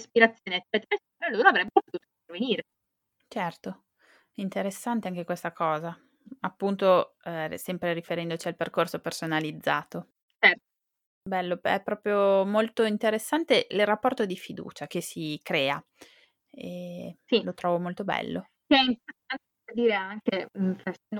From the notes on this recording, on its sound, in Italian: purtroppo la qualità dell’audio non è ottimale